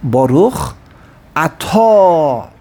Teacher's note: Why is it when you say in the first brach of Shmona Esrei, Baruch, every time you make it Baruch Atah, you never ever put the emphasis on the Aleph? It's always on the Tav.